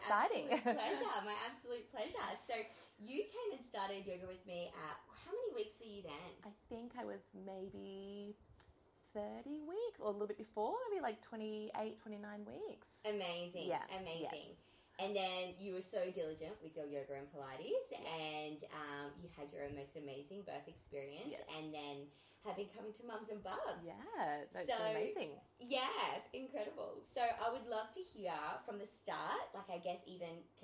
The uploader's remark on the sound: SORRY FOR THE CRAPPY NOISE! Tech difficulties.